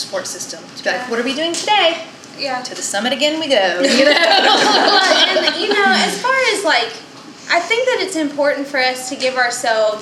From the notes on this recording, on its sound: More than 50 ladies met over dinner to hear from a panel of women. This episode is the audio recording of that evening.